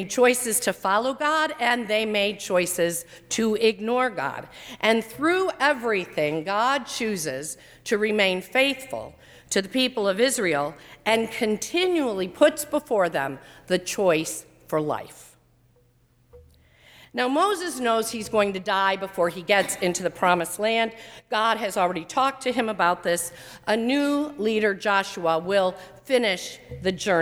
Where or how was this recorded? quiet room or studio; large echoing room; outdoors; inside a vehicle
large echoing room